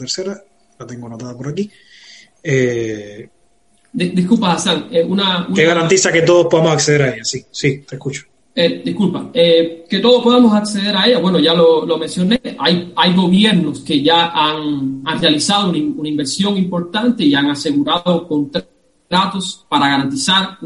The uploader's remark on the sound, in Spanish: Una conversación en vivo. Esta entrevista se realizó el 31 de julio de 2020 en una transmisión en vivo a través de #FacebookLive.